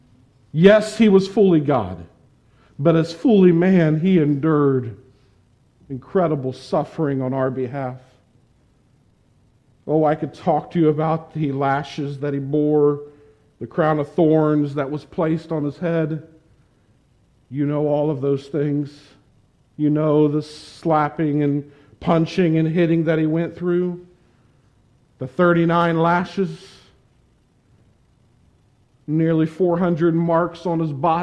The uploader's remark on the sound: Preached this sermon on September 19, 2021 at the Tarrant Bible Methodist Church. Preached this sermon on September 19, 2021 at the Tarrant Bible Methodist Church.